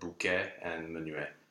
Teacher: when you have final ET at the end of the word, go for an open E